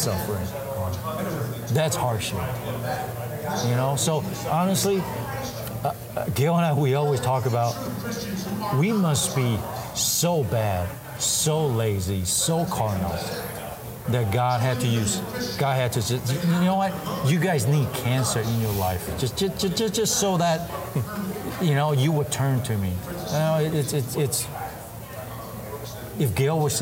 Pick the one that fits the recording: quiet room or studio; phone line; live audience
live audience